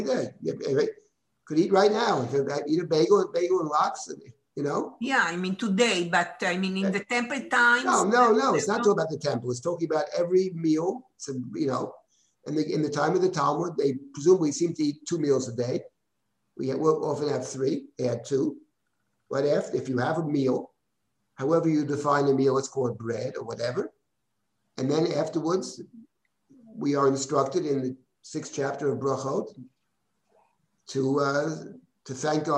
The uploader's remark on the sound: This audio was originally captured from Zoom